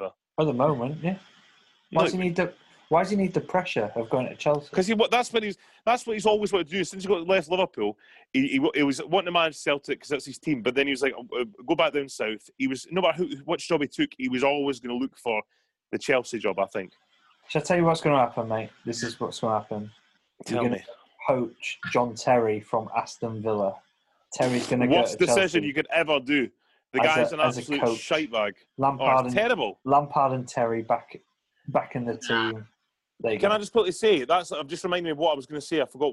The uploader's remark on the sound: Having a chat on zoom.